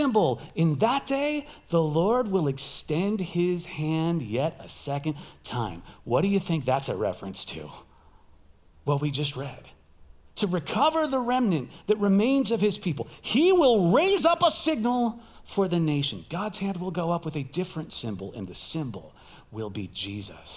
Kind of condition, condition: setting, large echoing room